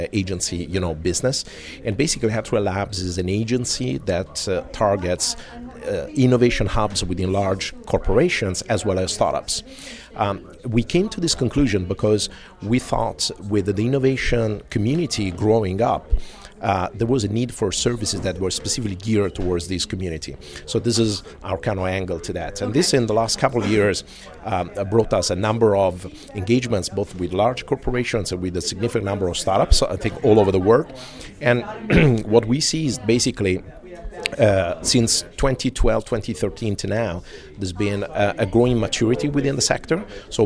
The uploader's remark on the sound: Live from #WinterTech